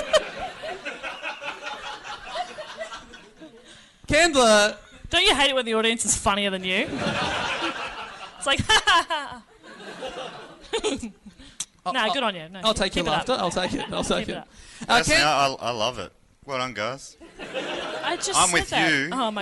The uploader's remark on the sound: This super fun episode was recorded live at The Melbourne Comedy Festival.